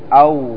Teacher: والواو إذا نظرنا وجدنا أن صفاتها أغلبها ضعيفة، فهي من الحروف الضعيفة. الواو تخرج من بين الشفتين بضم الشفتين، عندما تقول أو فالشفتان تصبح مثل الدائرة فتخرج تلك الواو.